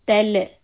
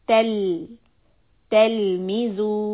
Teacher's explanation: So here the thing to keep in mind is when you say tell, make the ta soft, the lam sukoon, do not bounce, do not bring your tongue down quickly. · Shown in: second take · If I do that, becomes tell.